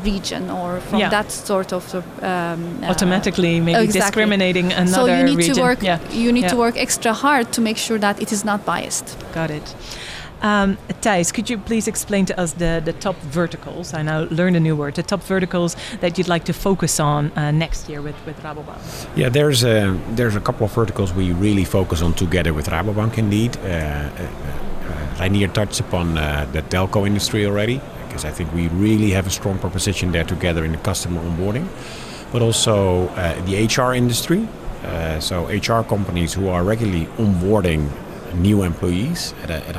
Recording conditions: busy venue